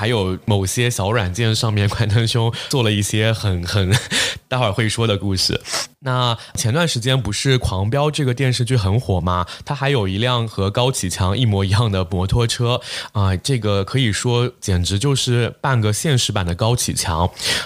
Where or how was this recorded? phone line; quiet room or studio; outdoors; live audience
quiet room or studio